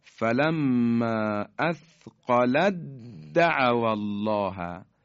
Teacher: فلما اثقلت دعوا الله، تی دو نقطه کاملا از بین میره، اثقلت د یعنی دال رو مشدد میکنیم · Term: ادغام